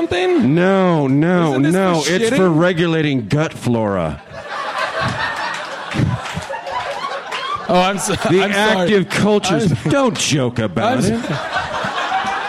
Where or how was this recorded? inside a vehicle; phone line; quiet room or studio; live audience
live audience